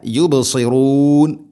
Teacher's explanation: യുബ് ബ ഇനെ കൽക്കല ചെയ്യണം, അത് കേൾക്കണം. യുബ്സി സാദ് സാ സി സു എസ്, യുബ്സിറൂൻ യുബ്സിറൂൻ, യുബ്സിറൂൻ എന്ന് സീനാവുന്നത് ശ്രദ്ധിക്കണം.